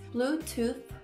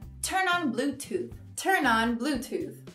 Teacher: Você pode fazer o comando de ligar o Bluetooth, que em inglês fica Bluetooth, com um TH. Então você vai subir a língua para trás dos dentes.